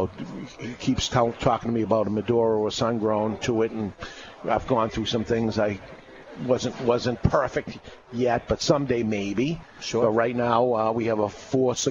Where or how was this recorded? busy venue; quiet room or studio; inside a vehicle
busy venue